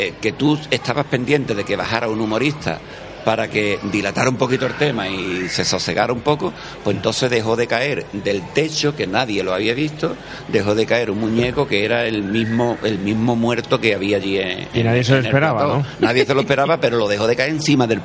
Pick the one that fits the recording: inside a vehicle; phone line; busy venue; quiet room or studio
busy venue